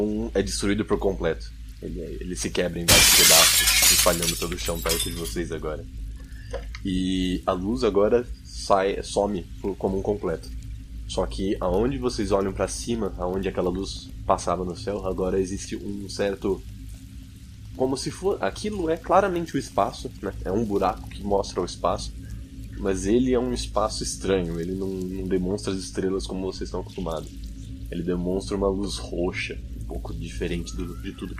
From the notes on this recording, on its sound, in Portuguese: Já fica aqui o aviso de que esse episódio está datado em edição, equipamentos para captação de áudio, narrativa e muito mais.